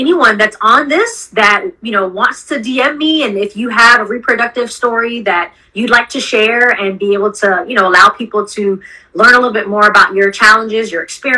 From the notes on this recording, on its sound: Listen to our Instagram Live Interview